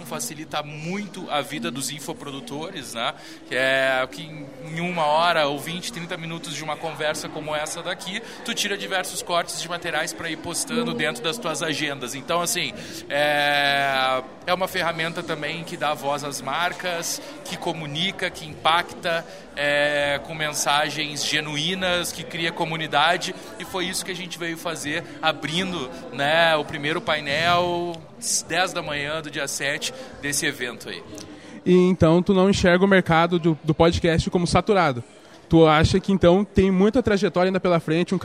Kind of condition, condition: setting, busy venue